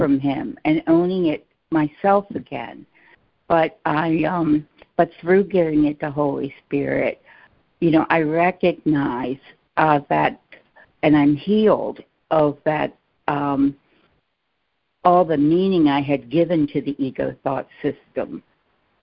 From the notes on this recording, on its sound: ACIM Daily Conference Call